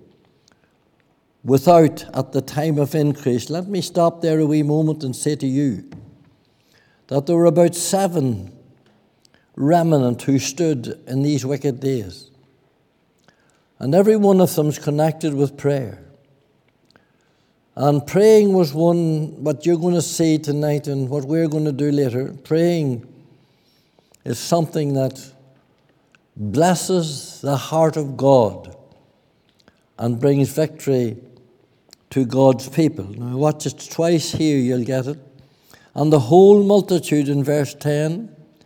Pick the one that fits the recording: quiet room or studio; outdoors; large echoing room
large echoing room